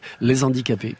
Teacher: Donc vous omettez de respecter le H aspiré. · Term: la psilose